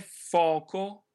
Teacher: la seconda O è un pochino più chiusa della prima